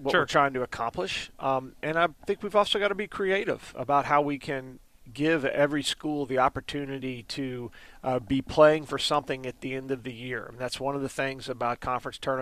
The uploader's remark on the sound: live from the Lawrence Joel Coliseum